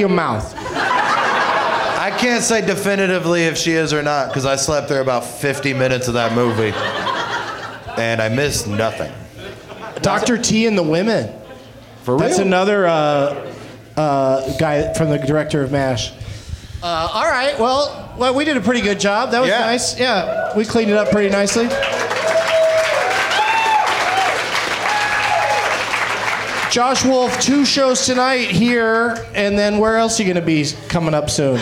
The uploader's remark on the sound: Live from the Comedy Zone in Greenville, SC